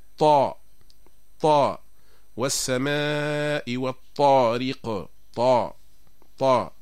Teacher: ودليلنا من الجزرية هو قول ابن الجزري: والطاء والدال وتاء منه ومن عليا الثنايا، والطاء والدال وتاء منه يعني من طرف اللسان، ومن عليا الثنايا يعني الثنايا الأسنان الأمامية العليا، لكن الاختلاف يكون في مؤخرة اللسان. ففي الطاء ترتفع مؤخرة اللسان ويضيق المخرج، وهذه صفة الاستعلاء